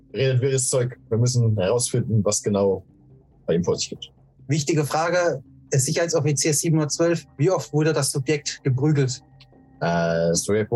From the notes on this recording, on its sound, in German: Entschuldigung: Unser Zoom hat versagt und der Ton ist in dieser Folge suboptimal.